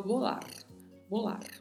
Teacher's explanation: Bastante atenção à pronúncia, porque a letra V tem um leve som de P e o R tem um vibrato. Então vamos falar volar, volar.